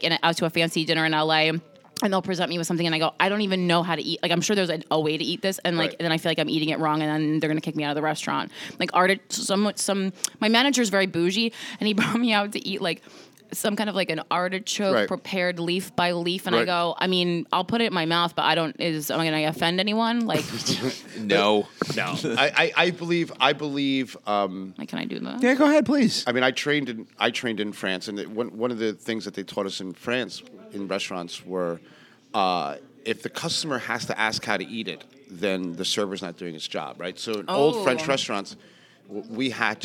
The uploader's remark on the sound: This episode is audio only (before we started doing video). At La Cubana NYC in the Meatpacking District.